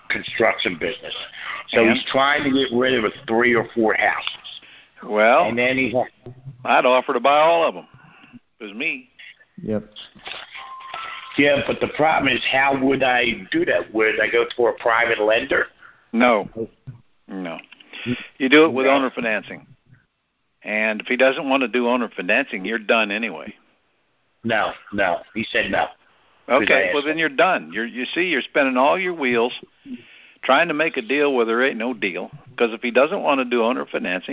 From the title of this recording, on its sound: Gold Club Q&A Call